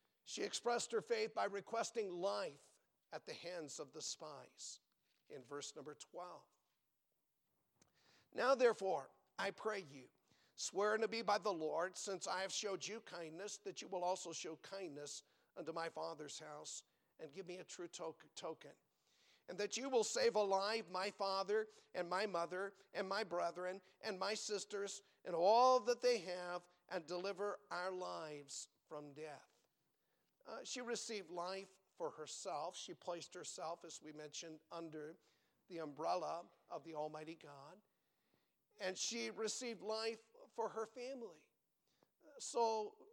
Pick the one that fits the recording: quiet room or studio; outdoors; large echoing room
large echoing room